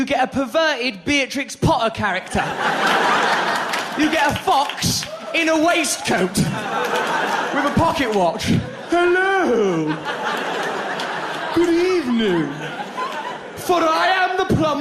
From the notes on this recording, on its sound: Recorded in London during his sell-out 2006 tour.